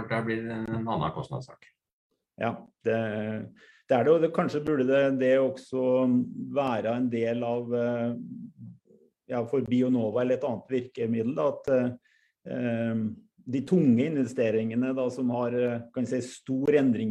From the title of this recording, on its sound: Live Zoom